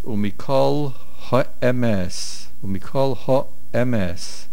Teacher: A kamatz under the hay. The main accent is on the mem, emes, because there is a chatef segal under the aleph. And the aleph cannot take a main stress.